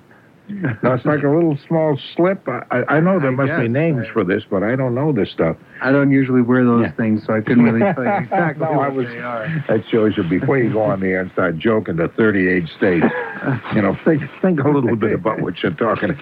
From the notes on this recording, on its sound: I’m on the phone from home. Producing and playing in studio.